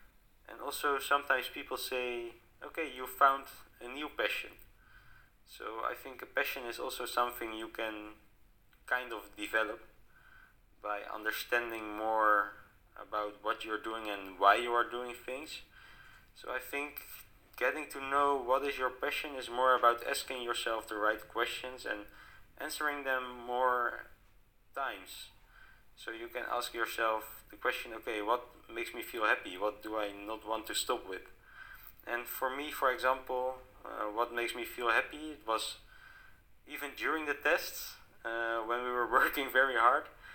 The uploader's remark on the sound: Bad quality of voice due to technical problems. I think you can even hear it during the episode.